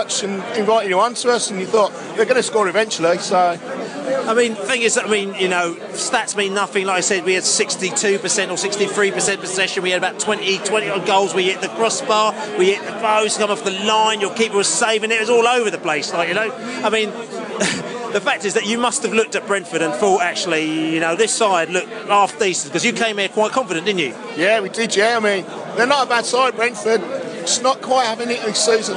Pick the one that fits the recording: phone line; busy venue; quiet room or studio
busy venue